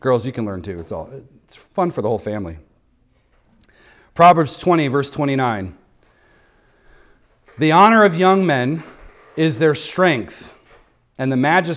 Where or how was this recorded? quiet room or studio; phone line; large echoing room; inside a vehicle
large echoing room